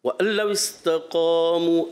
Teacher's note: یہ لام مشدد تھا تو آپ کو رکر ادا کرنا ہے، تو یہاں جلدی نہیں کرنی.